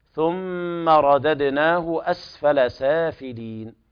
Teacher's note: ثم حرف غنة مشدد يغنى بمقدار حركتين